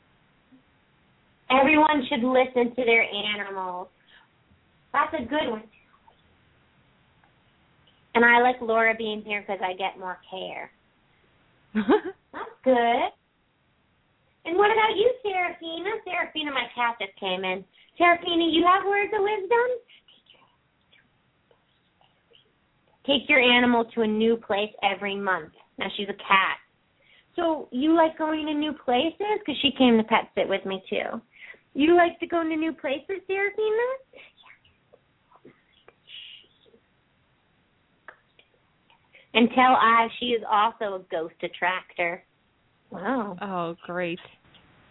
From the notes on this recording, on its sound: open up the lines for listeners to call